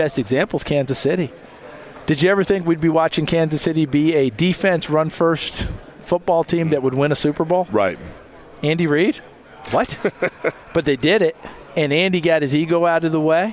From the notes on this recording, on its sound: live from radio row at the NFL Combine